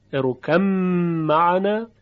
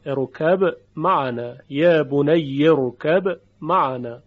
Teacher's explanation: یا بنی ارکب معنا که عرض کردیم در قرائت قالون، روایت قالون یا بنی خونده، یا بنی ارکب معنا، این وجه ادغام که با به طور کامل در میم ادغام میشه و اثری از قلقله با نمیمانه، اروکم معنا. و وجه دوم اظهار با قلقله · Shown in: second take · اروکب معنا، یا بنی اروکب معنا.